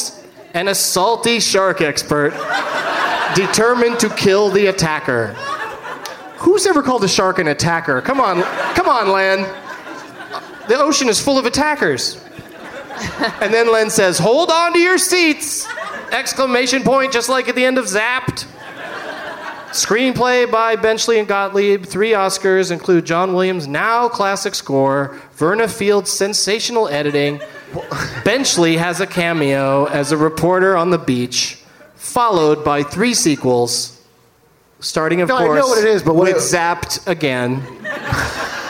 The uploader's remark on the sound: Live from the Gramercy Theatre in NYC